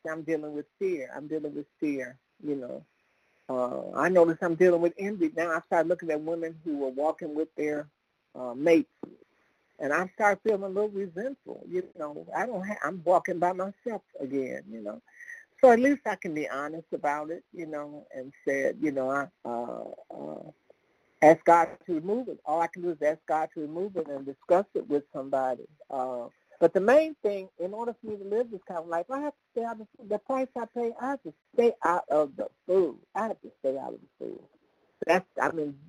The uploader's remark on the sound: from the 100 Pounders Phone Meeting